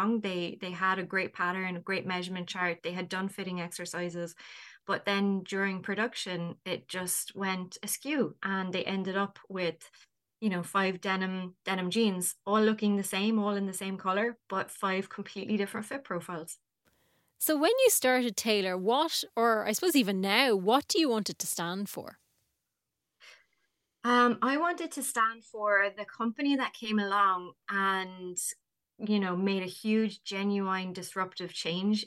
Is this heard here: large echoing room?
no